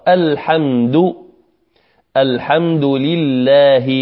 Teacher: اللامين مرققتين والهاء مرققة، يعني كل الحروف التي نقرأها إلى الآن مرققة.